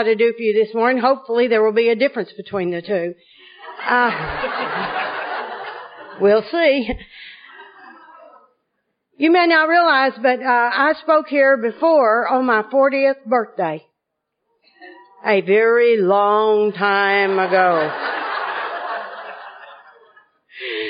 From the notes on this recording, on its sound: is the Al-Anon speaker at the 2010 Arkansas State AA Conference